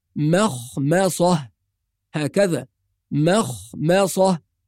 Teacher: وفي نفس الآية مستمعين الكرام كلمة مخمصة، وهذه الكلمة كثير من الناس يخطئ فيها وفي أدائها، فبعض الناس يفخم الميم ويقول مخمصة، وبعض الناس يرقق الخاء ويقول مخمصة، وكلاهما خطأ. والصواب أن الميم مرققة والخاء مفخمة، يبقى لازم أول شيء نحافظ على ترقيق الميم وبعدين نفخم الخاء، نرجع تاني نرقق الميم ثم نفخم الصاد فنقول مخمصة، هكذا مخمصة وليست مخمصة، مخمصة لا، ولا مخ مخ برضو خطأ، إنما مخ مصة، مخ مصة بهذه الطريقة.